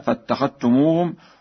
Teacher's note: قرأ ورش بإدغام الذال في التاء